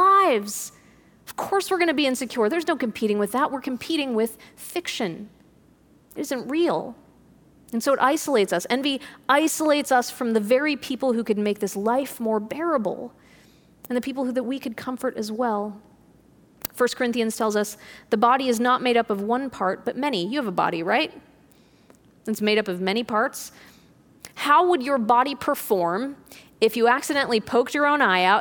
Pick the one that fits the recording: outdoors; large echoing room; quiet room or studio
large echoing room